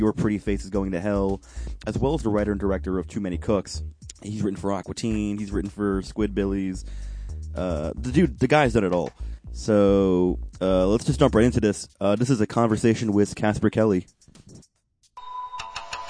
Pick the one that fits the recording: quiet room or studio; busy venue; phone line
phone line